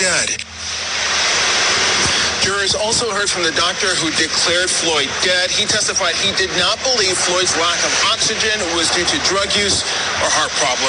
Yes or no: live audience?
no